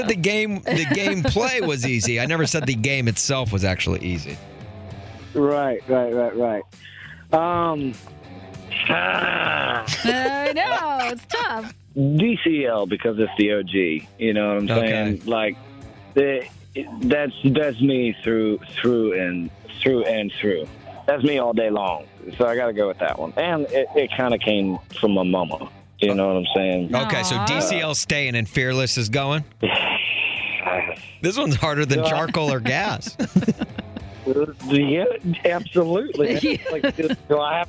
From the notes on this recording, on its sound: Called in to play One's Gotta Go before he takes the stage at Windy City Smokeout.